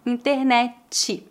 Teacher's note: Veja que aqui, novamente, adicionamos o som do I ao final e o T é pronunciado como TCH